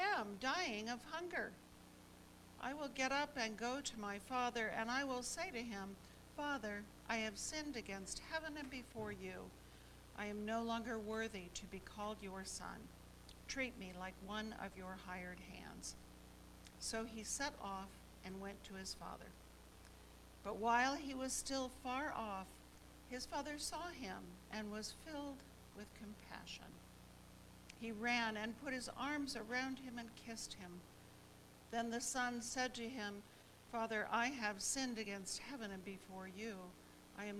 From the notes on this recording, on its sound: Each weekly podcast episode is a live recording from our church in San Jose, California.